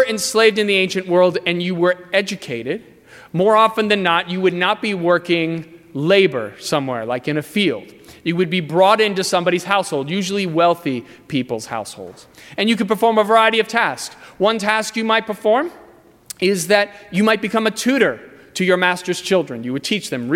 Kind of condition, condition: setting, large echoing room